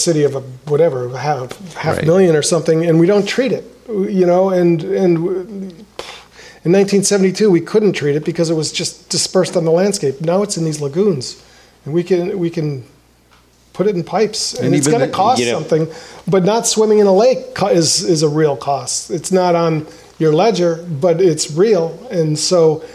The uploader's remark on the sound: This live edition of the podcast was recorded from the Fish Tales event